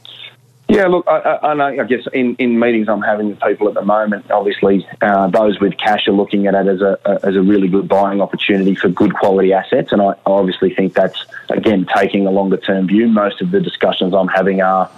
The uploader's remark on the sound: Via telephone given the new social distancing requirements that have come into play.